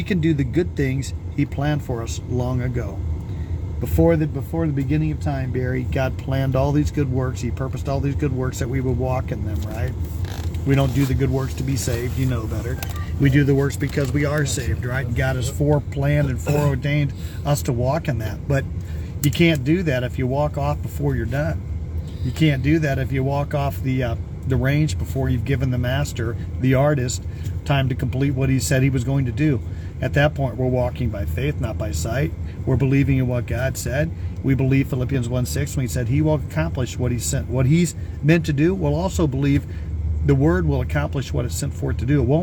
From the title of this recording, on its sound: Brown Bag In The Van